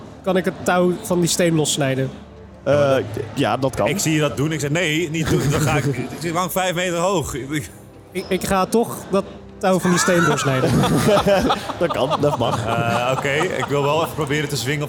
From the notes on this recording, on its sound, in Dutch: Live Special op Dutch Comic Con. Daar deden wij een live show met publiek.